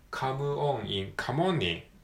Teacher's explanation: カモンのオンの N とインが合体して